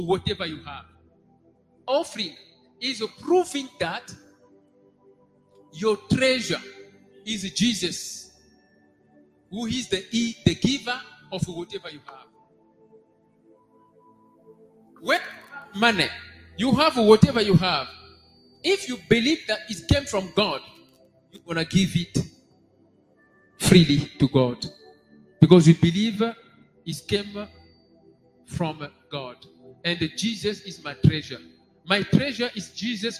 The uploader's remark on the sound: SUNDAY LIVE SERVICE